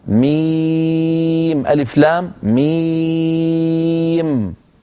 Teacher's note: قد يكون مخفف مثل لما نقول مثلا ميم ألف لام ميم، لاحظتم أن الميم ساكنة وغير مشددة، إذا مخفف. لكن لام التي قبلها لام آخرها ميم ساكنة، وميم التي بعد لام أولها ميم ميم، فندغم الميم في الميم فينشأ مد لازم حرفي مثقل.